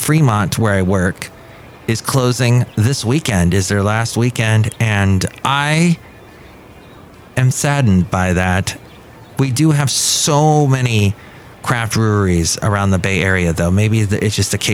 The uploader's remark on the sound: podcasts live from Café Anyway